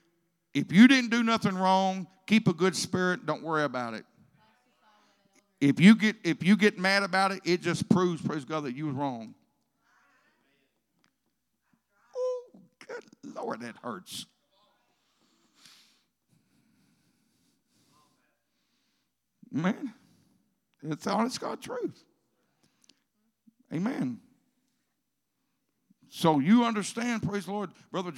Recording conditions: large echoing room